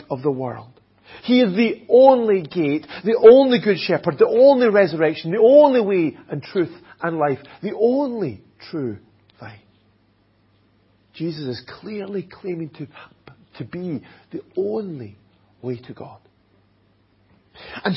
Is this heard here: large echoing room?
yes